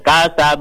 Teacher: kasab ringan saja, walaupun qalqalah kubro, tapi maksudnya tidak ditekan dulu, tidak seperti yang ayat pertama.